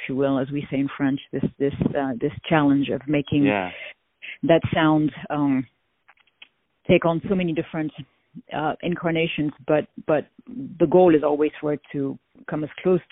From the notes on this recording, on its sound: On the phone